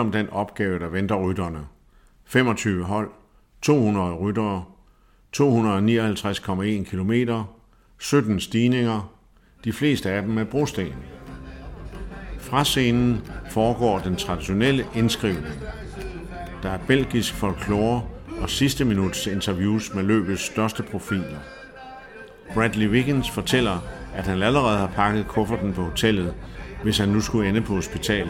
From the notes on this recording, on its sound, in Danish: Hør blandt andet stemningsmættet lyd fra Oude Kwaremont